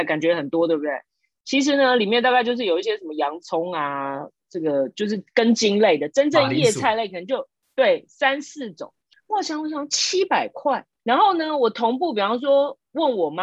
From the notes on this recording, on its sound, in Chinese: 這集採遠端錄音，收音情況不如錄音室請見諒～